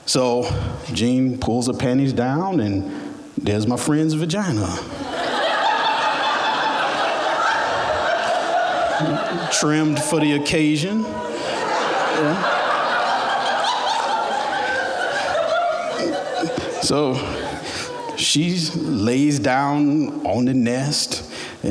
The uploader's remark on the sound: Recorded at The Alberta Rose Theatre in Portland, OR on August 8, 2015.